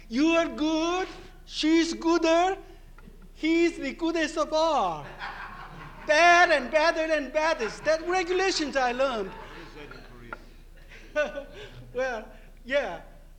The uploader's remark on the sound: This is the sixth part of the third day of the World Translation Conference.